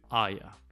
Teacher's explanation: So are you often becomes aya